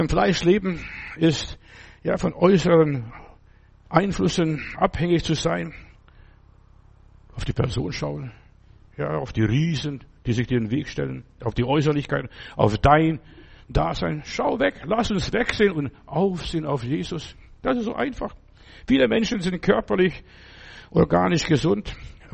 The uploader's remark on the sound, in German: im Gemeinde-Zentrum in Berlin aufgenommen